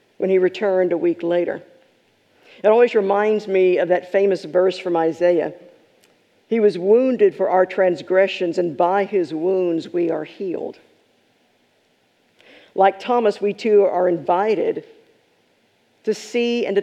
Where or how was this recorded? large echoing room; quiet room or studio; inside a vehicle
large echoing room